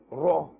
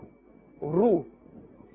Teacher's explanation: So when it has a fatha or dhamma, it must be pronounced with a thicker sound and a fuller sound.